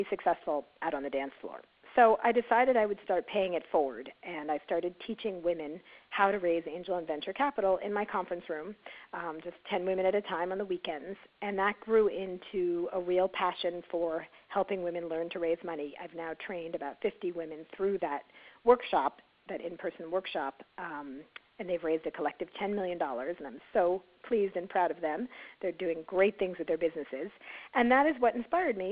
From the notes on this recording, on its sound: On our conference call